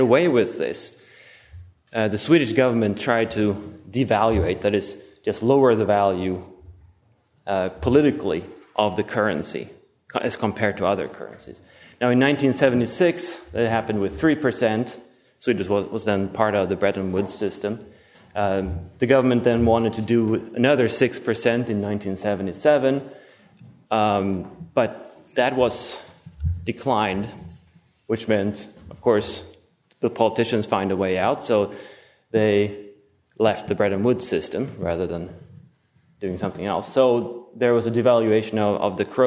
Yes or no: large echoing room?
yes